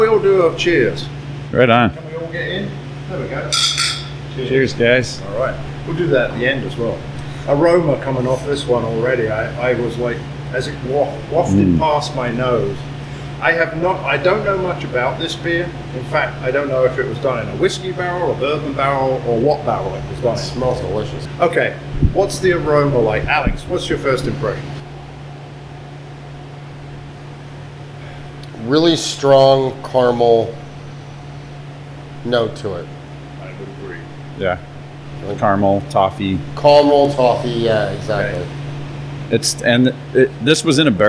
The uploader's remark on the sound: These pubcasts are a collection of videos (or audio if you prefer to listen that way) which we recorded at the breweries listed below, and we split them up into a 3-part series.